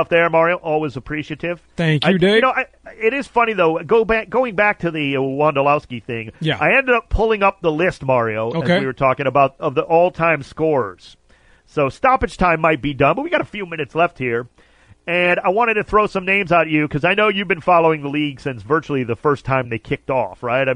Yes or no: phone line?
yes